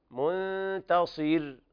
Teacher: ونلاحظ ترقيق الغنة عند التاء لأن الغنة تابعة لما بعدها تفخيما وترقيقا، منتصر، والراء ترقق لسكونها سكونا عارضا وقبلها مكسور.